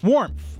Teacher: You added a sound in between the M and the TH. You added a very slight P sound.